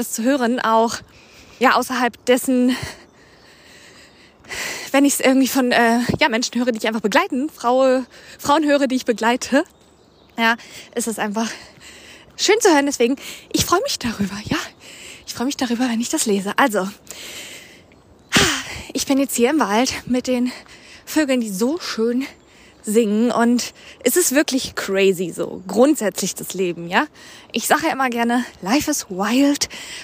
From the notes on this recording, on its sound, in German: Und auch diese Episode ist wieder im Walk & Talk entstanden. Die Fragen, meine Antworten und du waren bei meinem Spaziergang dabei.